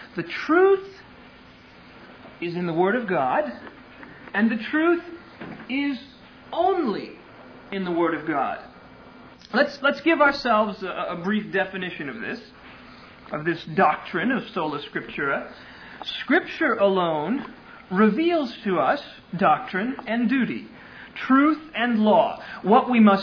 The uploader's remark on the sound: Originally delivered on 27 August 2000 at Sovereign Grace Baptist Church in Van Alstyne, TX.